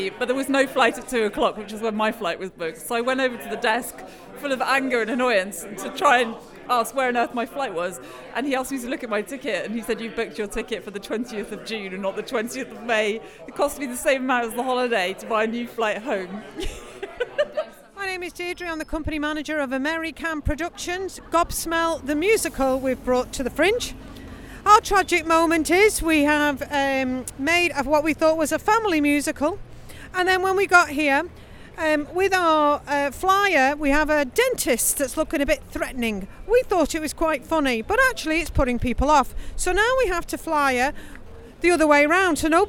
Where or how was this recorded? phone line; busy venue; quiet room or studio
busy venue